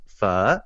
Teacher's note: There's accents on the end. So there's a little bit of like a rise and fall to the naming of it.